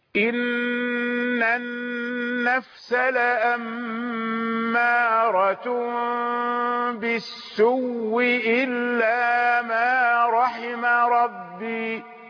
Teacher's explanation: قال: إن قالون والبزي، القالون اتفق على أن يبدل ثم يدغم في هذه الكلمة السوء، عندنا واو مدية وهمزة، أبدلوا الهمزة واوا فأصبح عندنا واوان فأدغم الحرفين